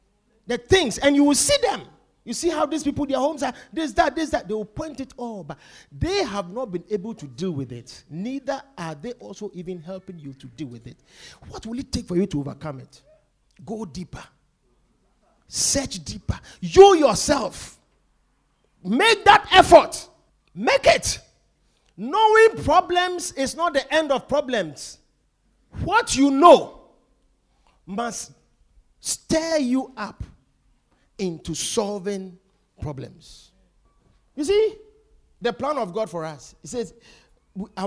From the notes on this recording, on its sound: Preached at The Victory Secrets Service.